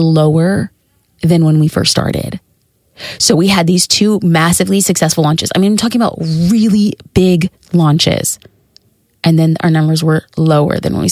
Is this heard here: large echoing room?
no